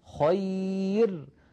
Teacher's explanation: الكسرة التي في كلمة فرعون، الكسرة ما هي إلا ياء صغيرة، يعني الكسرة كما يقول علماء اللغة بنت الياء، فإذا من أجل البنت رققنا الراء، فمن أجل الأم من باب أولى. فخبير، هذه الراء مرققة لأن قبلها ياء ساكنة